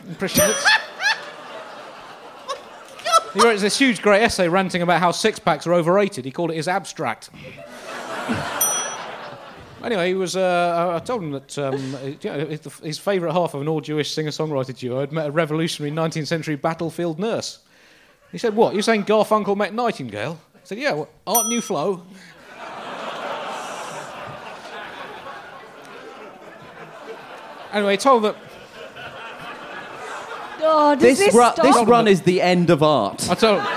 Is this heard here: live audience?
yes